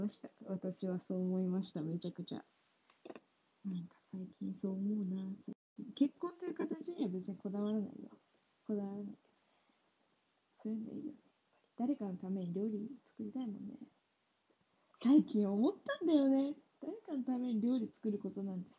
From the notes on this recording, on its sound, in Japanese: 音質悪いです。すみません。